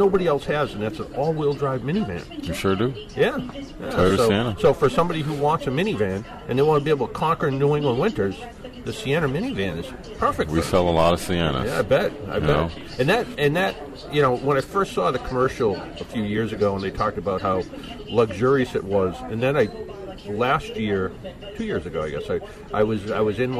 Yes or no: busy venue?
yes